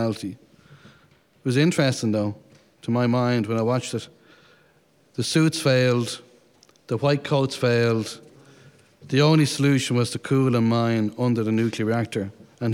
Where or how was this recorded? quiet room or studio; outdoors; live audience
live audience